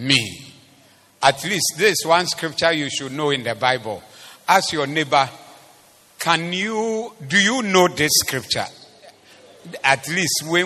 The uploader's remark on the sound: Preached at the Zeloo Service 17092023